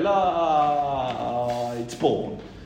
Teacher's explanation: leave the T of light until the very last second